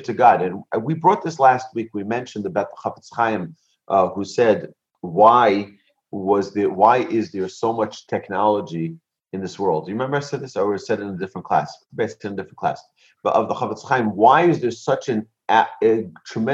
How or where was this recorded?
video call